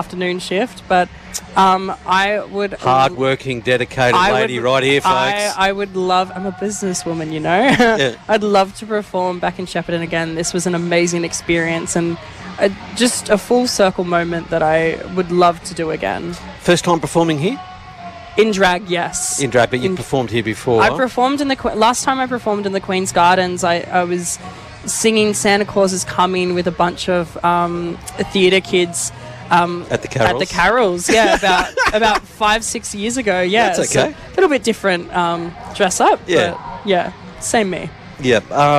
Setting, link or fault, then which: setting, outdoors